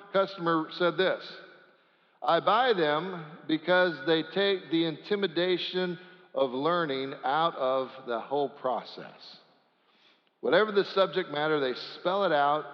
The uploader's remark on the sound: Sanctuary Service.